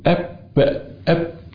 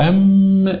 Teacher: في انضمام الشفتين في الباء أقوى من الأم من الميم